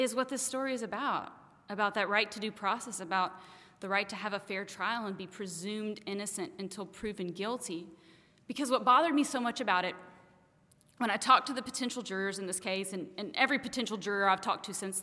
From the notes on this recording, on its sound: Took the All Y'all stage in July 2016, during our live event entitled "I Fought the Law,".